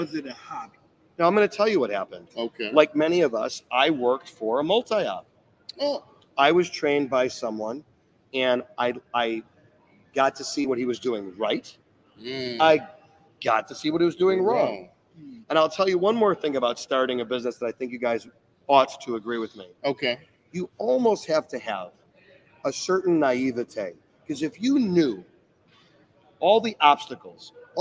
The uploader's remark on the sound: Live at Marquee Show 2023